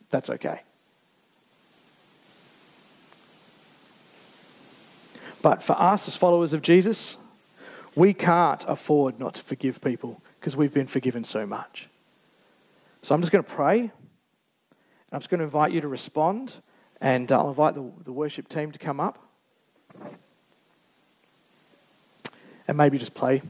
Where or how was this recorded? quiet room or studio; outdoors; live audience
live audience